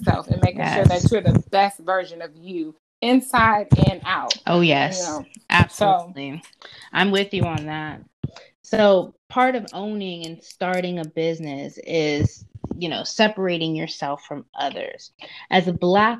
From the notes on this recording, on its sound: I apologize for the less than perfect audio